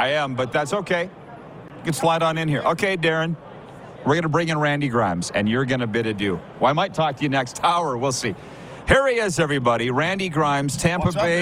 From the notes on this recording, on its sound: LIVE from Radio Row at Super Bowl in Las Vegas, Nevada!